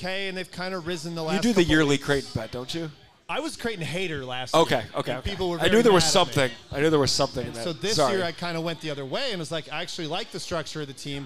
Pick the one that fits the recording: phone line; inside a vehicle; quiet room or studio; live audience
live audience